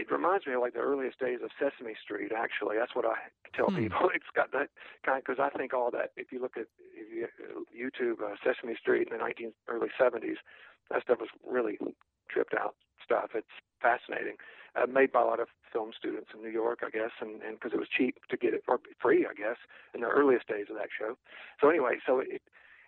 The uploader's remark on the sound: speaks on the phone